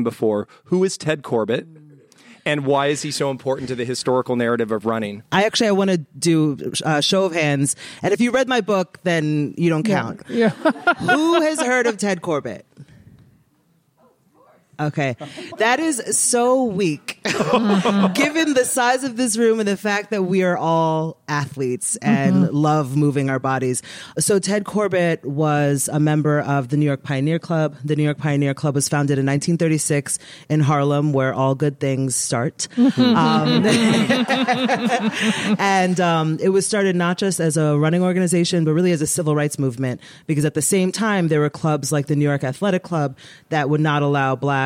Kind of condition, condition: setting, live audience